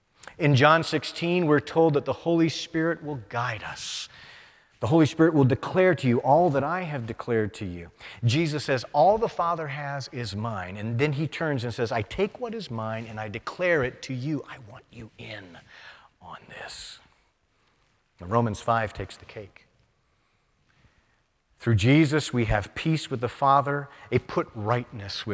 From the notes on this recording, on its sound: presented by Asbury Seminary Kentucky Chapel, recorded on Wednesday, June 14, 2023 at Asbury Theological Seminary's Kentucky campus